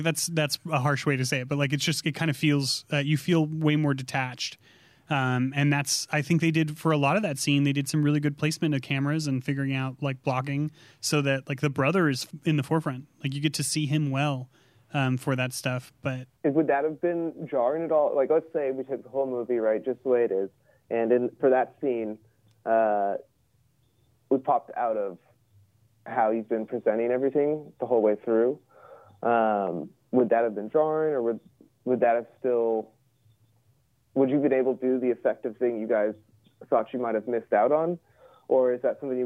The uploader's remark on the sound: In our first episode with a guest via phone. From his home in Seattle, Washington.